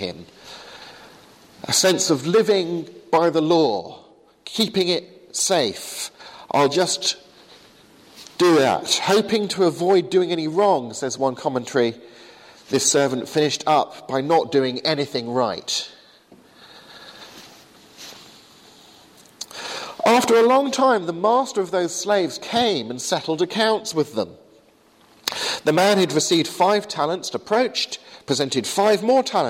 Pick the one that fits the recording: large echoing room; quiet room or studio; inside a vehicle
large echoing room